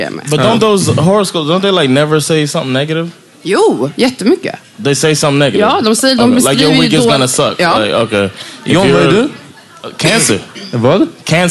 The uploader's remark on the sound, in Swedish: Denna vecka släpper vi vår livepod som spelades in live på Haymarket i Stockholm. Allt som allt så satte vi oss på en söndag efter en najs brunch och hade ett kul samtal framför några som var...